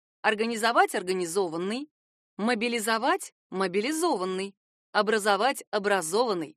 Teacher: глагол произносится с ударением на последний слог, а в образованном от него причастии ударение падает уже на «о»